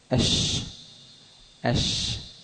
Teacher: يجري فيها النفس، هذا همس، ويجري فيها الصوت، هذه رخاوة